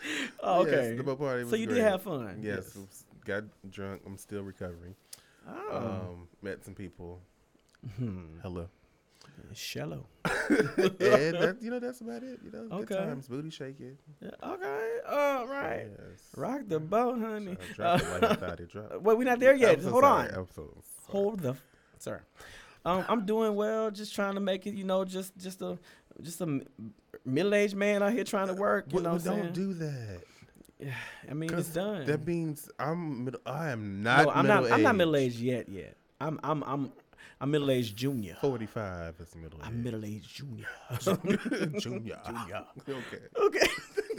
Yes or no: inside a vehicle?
no